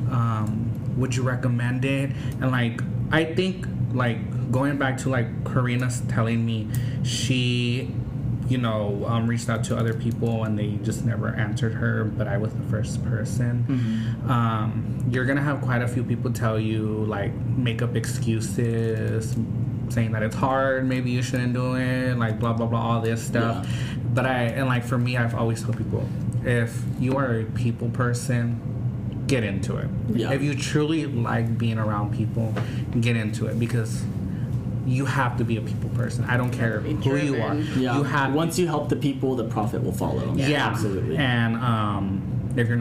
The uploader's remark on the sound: Recorded at the United Wholesale Mortgage success track event